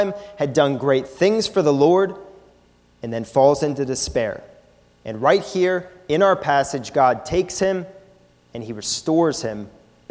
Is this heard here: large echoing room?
yes